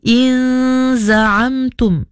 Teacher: Ayat ke-6 tu nya ada banyak dengung, tapi ada yang ikhfa, ada yang wajibul ghunnah, jadi kena cukupkan kesemuanya dengan dengung dua harakat